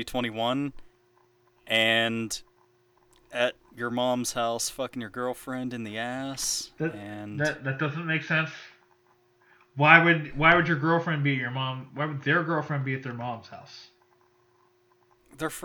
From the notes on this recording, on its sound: This week, we had a hell of time producing this episode. Technical issues aside.